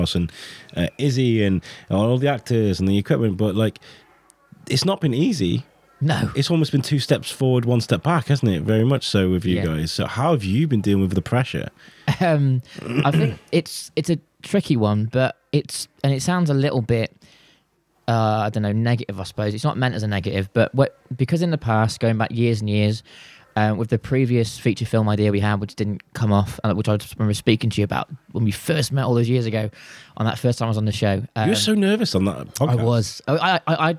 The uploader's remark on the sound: We also speak to the owner of Liar Liar, a stunning cafe at the heart of Oswestry where this podcast was recorded.